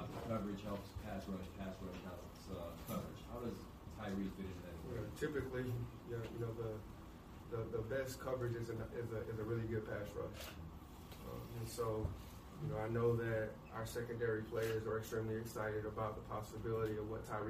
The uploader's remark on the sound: spoke to the media in the team's Post Day 1 NFL Draft Press Conference